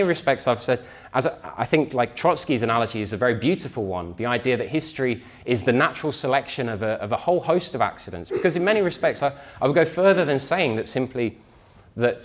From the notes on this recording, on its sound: talk from Revolution Festival 2019